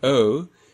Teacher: RP, O, is now typically a diphthong with a mid-central unrounded starting point, similar to the quality of RP, U, moving towards a somewhat closer and backer, lightly rounded second element, U.